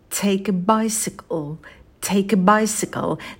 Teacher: Также мы соединяем глагол take с артиклем, получается take a